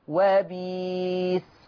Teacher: وبئس تبدل بياء مادية فتقرأ وبيس · Term: إبدال الهمز الساكن